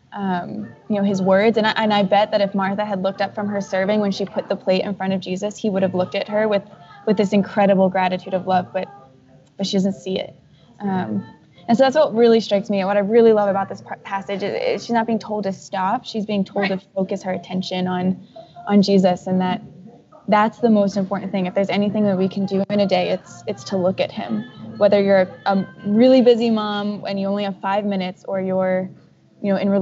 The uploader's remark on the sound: who was in a coffee shop while we were recording, so enjoy the awesome soundtrack in the background